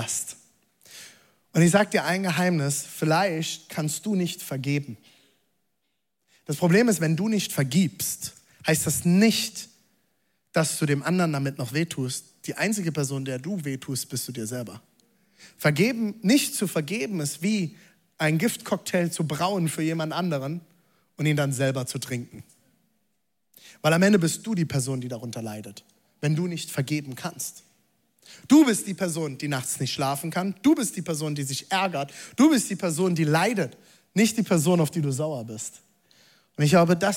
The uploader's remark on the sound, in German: Zeal Church Leipzig. Audiomitschnitt der Predigt.